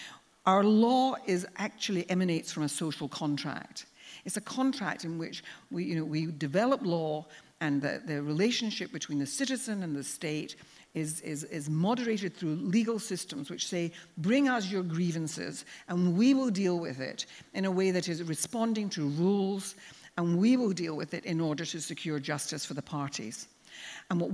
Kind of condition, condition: setting, live audience